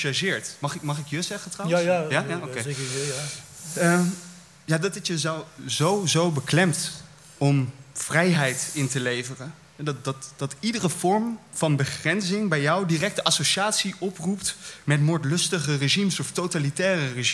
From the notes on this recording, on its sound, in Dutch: Live opgenomen in De Grote Post in Oostende op 2 oktober 2022.